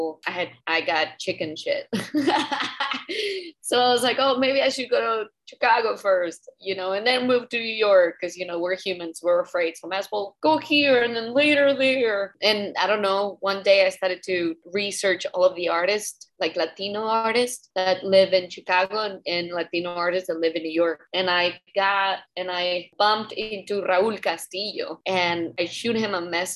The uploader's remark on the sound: We connected through Zoom to talk about her career.